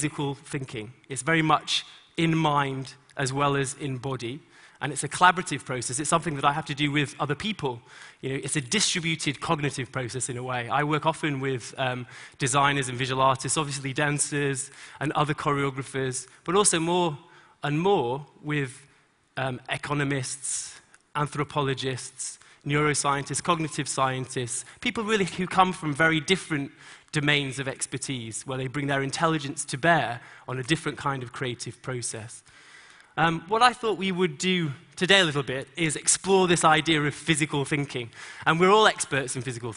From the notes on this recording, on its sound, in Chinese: 在TEDGlobal的舞台上